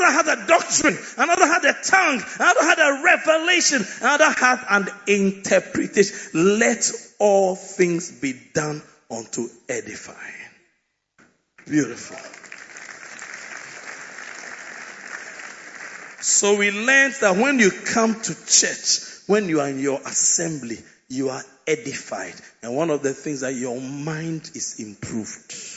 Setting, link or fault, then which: setting, large echoing room